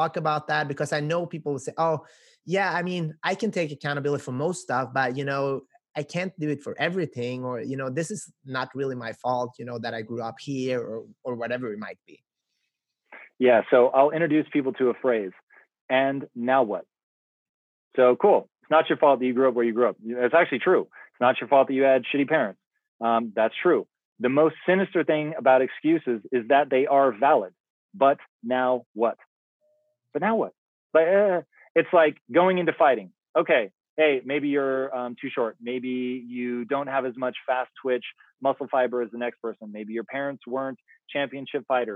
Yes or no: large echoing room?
no